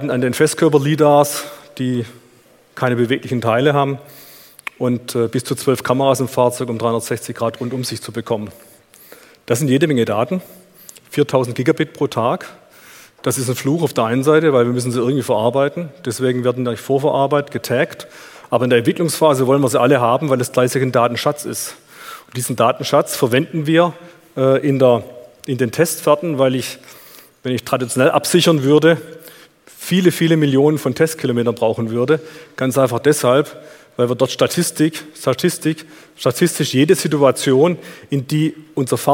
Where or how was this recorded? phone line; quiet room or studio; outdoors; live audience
live audience